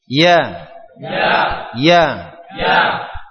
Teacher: Tengah lidah dan langit-langit.